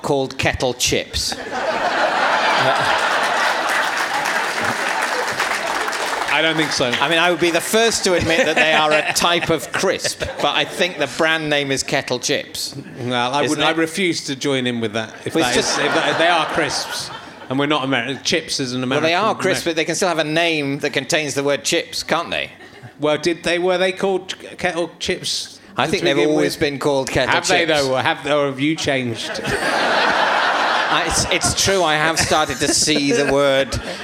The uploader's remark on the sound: Leicester Square Theatre Podcast